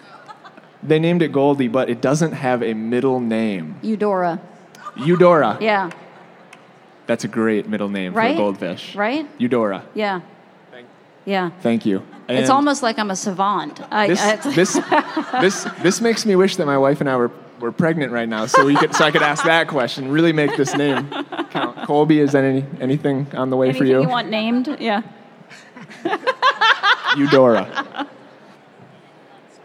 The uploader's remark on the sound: live in front of a group of librarians at the American Library Association's Annual Conference